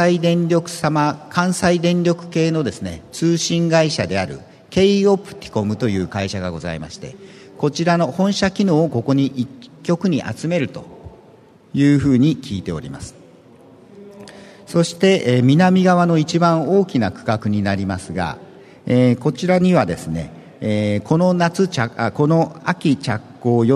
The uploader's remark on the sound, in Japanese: ２月２０日に東京証券取引所で開催した「J-REITファン2016」に登壇した。IRセミナーをダイジェスト版でお送りします。